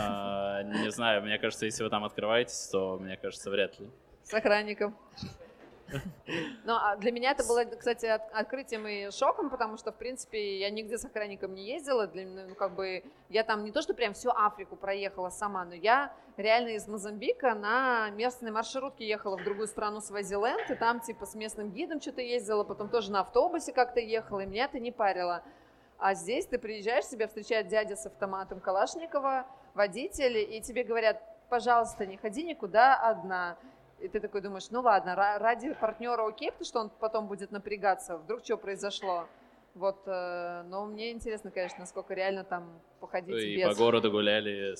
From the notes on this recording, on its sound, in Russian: Запись была сделана в live-формате на Маркете Местной еды